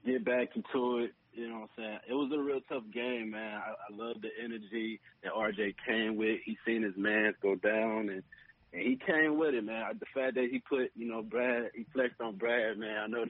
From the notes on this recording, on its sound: Post Game Show | Highlights & Caller Reactions.